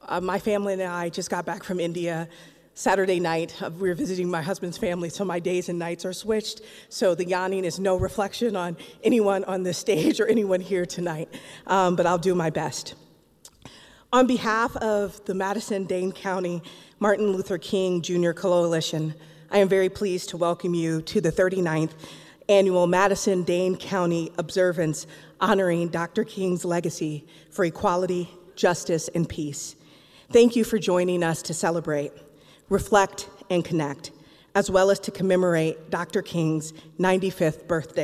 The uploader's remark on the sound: Live from the Overture Center for the Arts in the Capitol Theater and presented by the Madison/Dane County King Coalition. WORT carried the observance live on the air.